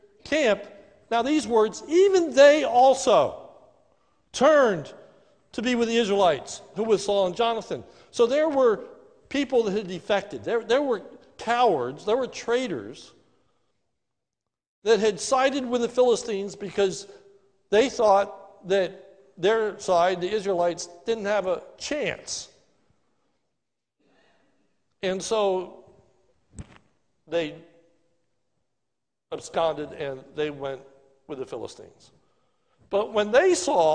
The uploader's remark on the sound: This is a sermon recorded live at the Lebanon Bile Fellowship Church in Lebanon, PA on 09/27/2020 during the morning service